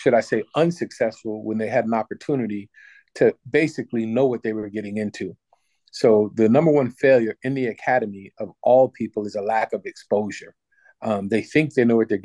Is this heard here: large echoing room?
no